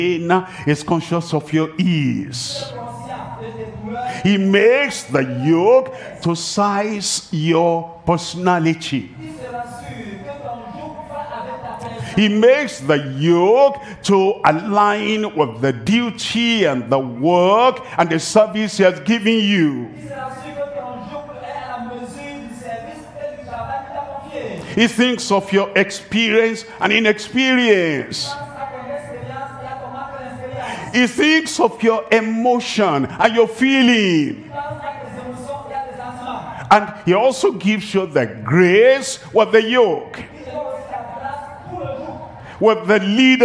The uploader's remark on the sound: live from Douala, Cameroon.